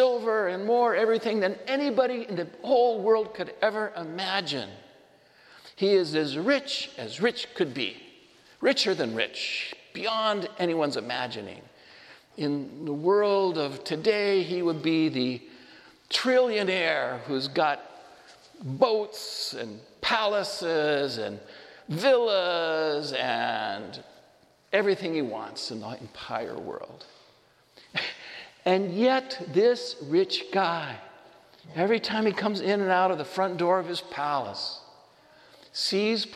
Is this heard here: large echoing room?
yes